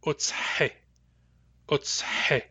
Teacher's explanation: the short I comes out as something closer to e than to I